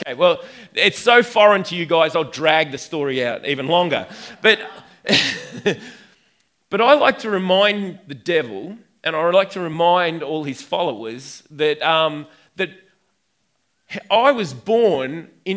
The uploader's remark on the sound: recorded on 08/09/2019 at the 11am gathering at River Edge